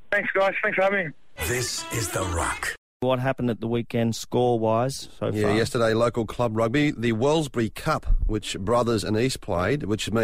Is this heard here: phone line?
yes